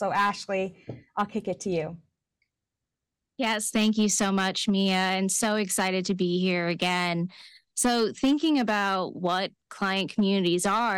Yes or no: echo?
no